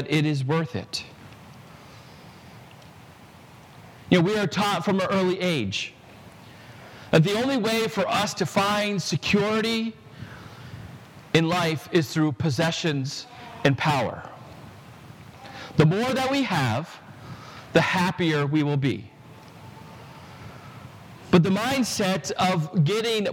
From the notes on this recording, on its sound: This sermon was preached at Prince of Peace Lutheran Church in Kensington, CT